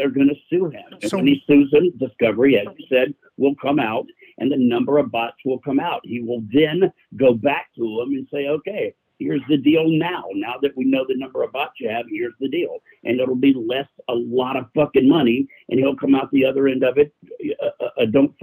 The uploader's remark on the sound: Live call-in show.